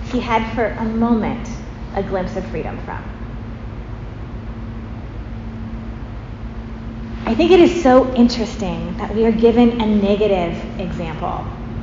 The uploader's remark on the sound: Preached at St. James Episcopal Church, Kent WA.